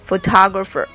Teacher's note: 注意这个重音的位置是在这个第二个音节上